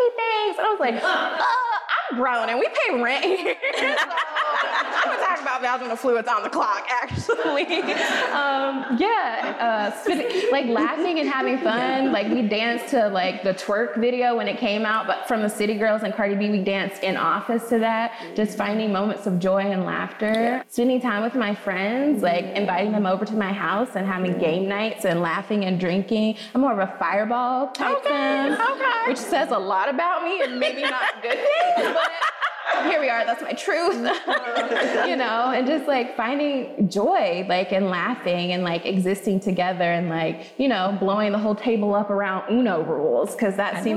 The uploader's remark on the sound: Was the Center for Constitutional Rights’ first live podcast. At Studio Arte before a live audience.